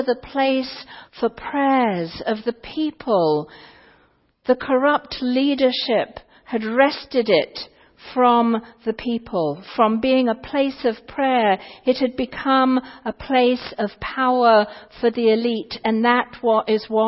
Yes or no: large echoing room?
yes